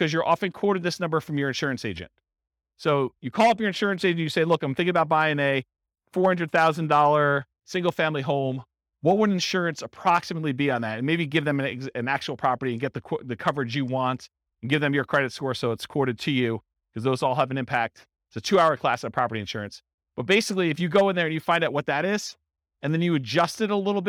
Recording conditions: live audience